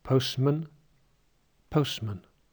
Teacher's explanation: I make no distinction between the singular and the plural form of man when it's unstressed? Instead of man and men, I say postman, postman. · Term: schwa